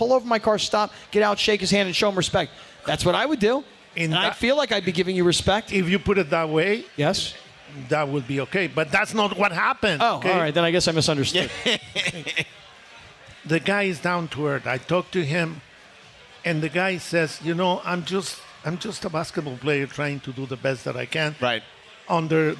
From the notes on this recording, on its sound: gets yelled at by some unhappy audience members